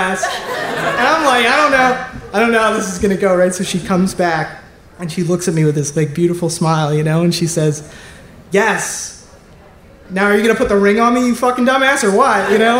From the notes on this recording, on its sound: Live From Milwaukee! At our first live show in Milwaukee.